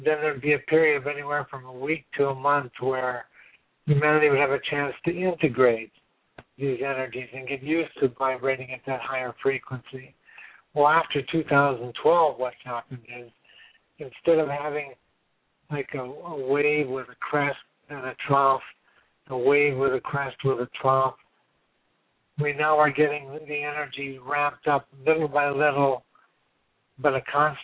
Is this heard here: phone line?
yes